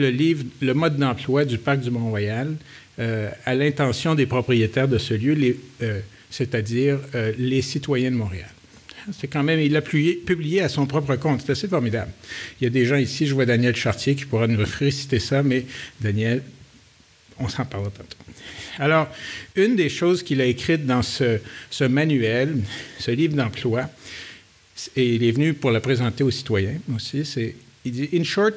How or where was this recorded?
live audience